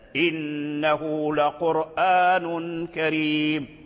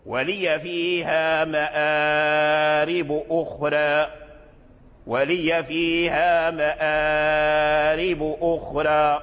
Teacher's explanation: فالقرآن حيثما وقع في القرآن يقرأه ورش بالقصر · Shown in: first take